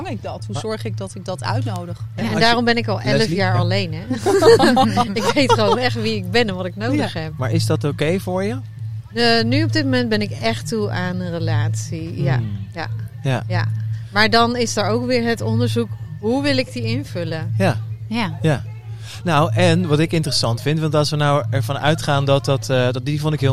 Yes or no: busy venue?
yes